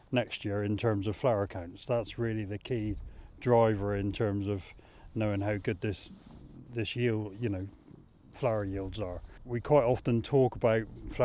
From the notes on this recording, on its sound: Live on Farm: Walking Fields of Gold in Cornwall.